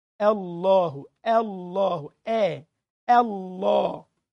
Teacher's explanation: ضخم اللام ورقق الهمزة